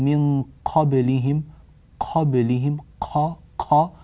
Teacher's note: هذا الهمس الذي خرج مع القاف غير فصيح